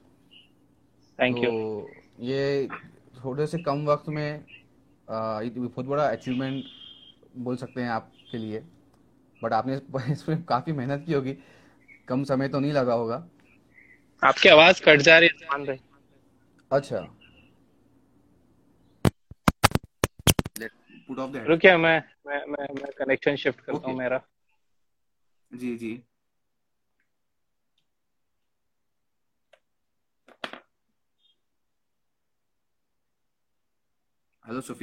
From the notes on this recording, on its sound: has been conducted live on Instagram at Aurangabad Buzz